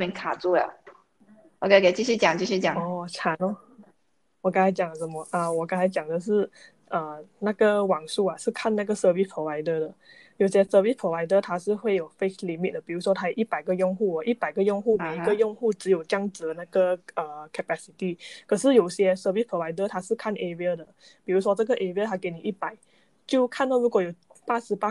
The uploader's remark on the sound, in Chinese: 我们的播客是需要靠网络来录制的时候，两边网线的延迟